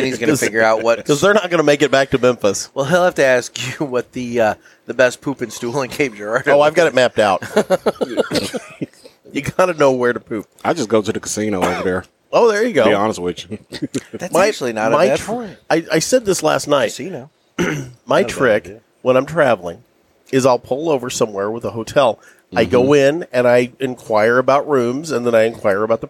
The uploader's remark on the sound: Live from the 100K Download Party!